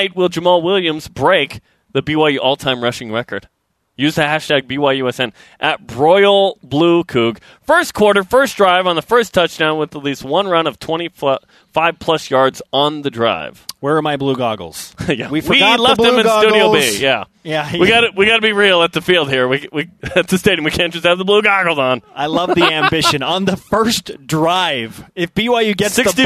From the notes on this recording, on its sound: It's Gameday in Provo, Live from Lavell Edwards Stadium.